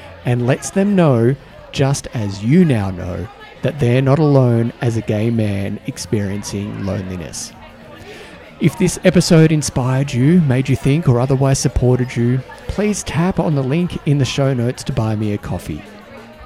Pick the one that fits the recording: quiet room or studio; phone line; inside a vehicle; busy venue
busy venue